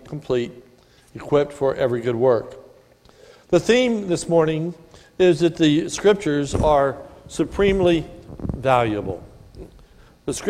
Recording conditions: large echoing room